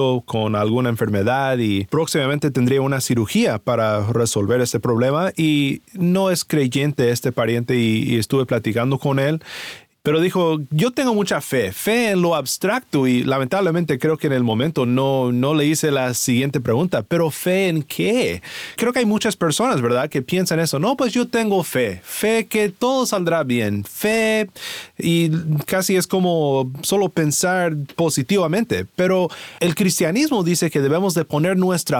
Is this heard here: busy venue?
no